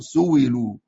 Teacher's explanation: همزة مكسورة وقع بعد ضم فإنه يبدلها واو